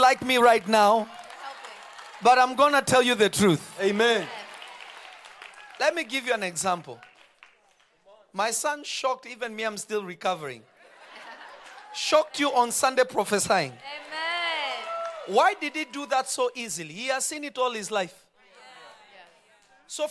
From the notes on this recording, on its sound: This episode was recorded live on Feb 09, 2023 at Revelation Church in Simi Valley.